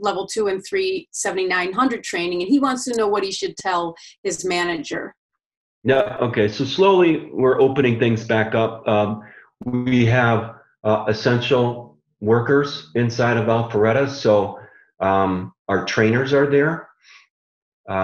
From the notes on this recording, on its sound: Online discussion and Q&amp;A for members in the Americas region. Americas Town Hall Features Great Q&A.